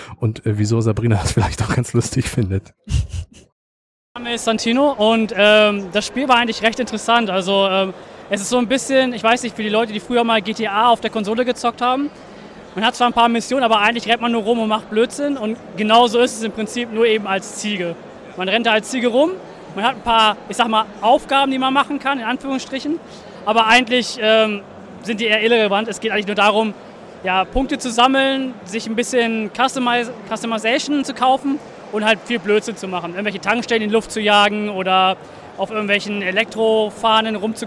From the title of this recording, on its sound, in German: Live von der Gamescom 2022